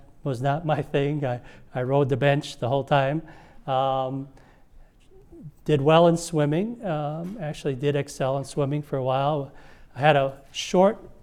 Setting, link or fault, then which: setting, large echoing room